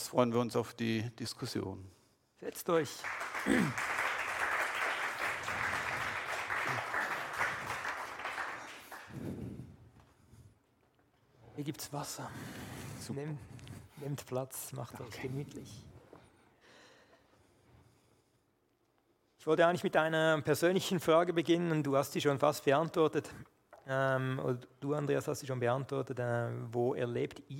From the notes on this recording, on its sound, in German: Gemeinsam diskutieren wir mit ihnen und dem Publikum die Hintergründe und wie wir uns wehren können.